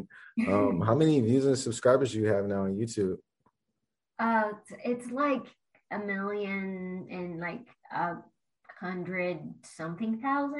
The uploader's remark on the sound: full zoom interview